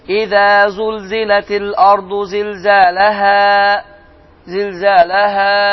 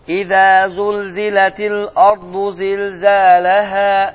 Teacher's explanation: Ayənin sonu, yəni məd hərfi ilə qutarır, əlifdir və əlifdən əvvəl gələn hərfin hərəkəsi fəthə olduğu üçün əlif iki hərəkə miqdarında uzadılır · Shown in: second take